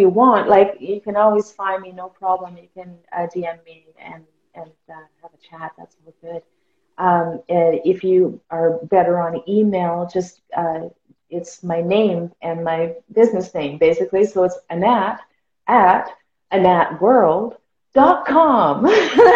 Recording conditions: video call